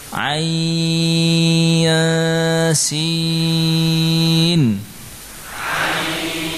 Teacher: Ada tasydid secara hukum di atas mim. Ain terangkai dengan sin, terjadi ikhfa. Ikhfa dengan gunnah yang tipis.